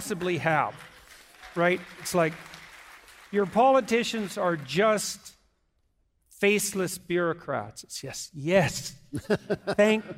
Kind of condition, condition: setting, live audience